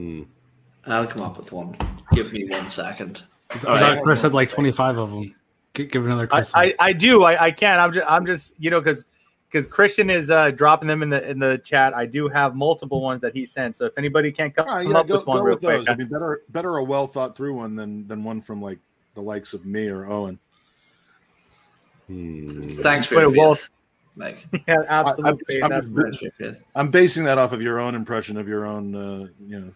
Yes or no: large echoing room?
no